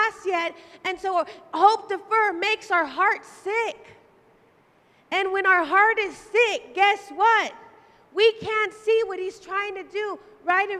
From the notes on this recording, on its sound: Live at Emerging Streams Apostolic Center in Stryker, Ohio